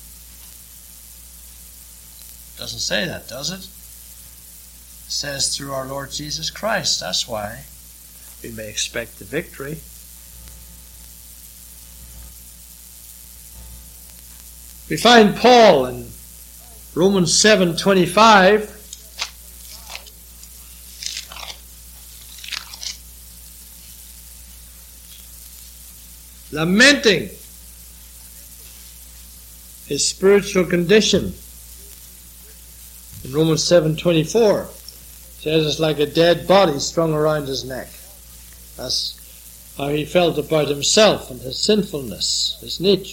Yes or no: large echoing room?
yes